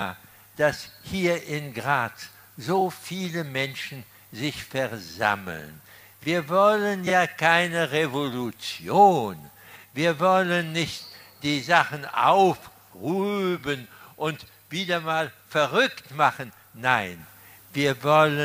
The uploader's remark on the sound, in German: Aufzeichnung der Ansprache. Live Mitschnitt: Radio Helsinki, Freies Radio Graz. Ort: Mariahilferplatz, Graz.